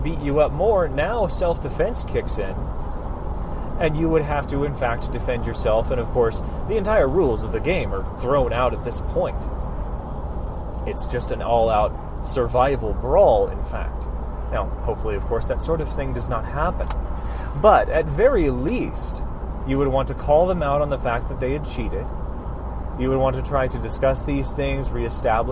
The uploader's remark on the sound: Apologies for the poor recording quality due to noise.